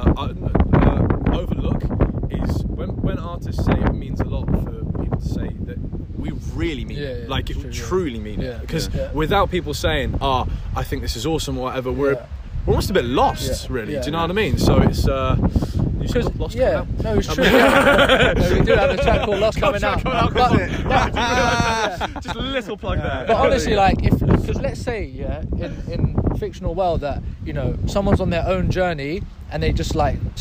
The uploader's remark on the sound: a very special, windy podcast from Ashtonbury Festival in Kent